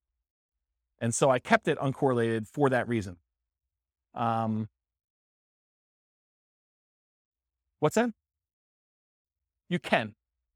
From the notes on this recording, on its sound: This was a live class recorded